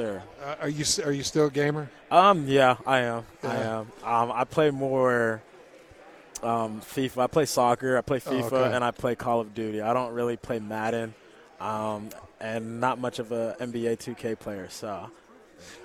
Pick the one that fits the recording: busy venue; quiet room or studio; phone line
busy venue